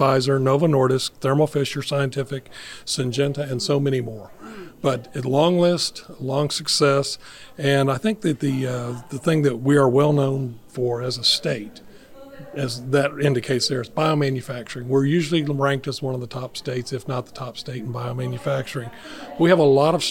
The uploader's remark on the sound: Recorded at NC Life Sciences Organization’s Annual Meeting